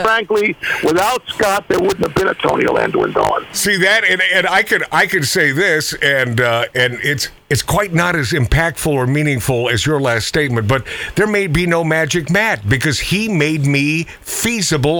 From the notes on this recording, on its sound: A surprise phone call